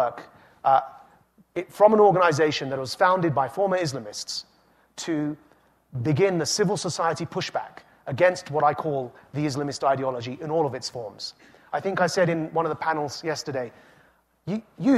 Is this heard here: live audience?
yes